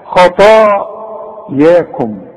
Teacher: الخاء فخم، الطاء فخمها، الياء رقاها